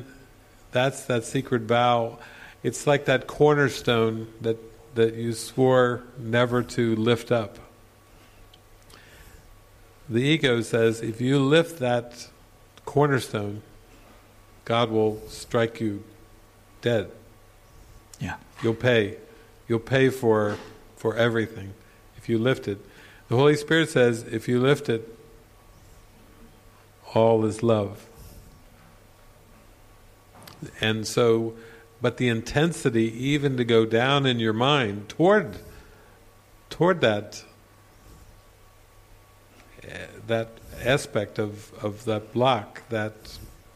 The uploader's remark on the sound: This session opens up with a beautiful song. A Q&A session with the retreat participants. This session was recorded during the Into the Kingdom retreat in the evening of October 11, 2019, at the Castle De Berckt in Holland.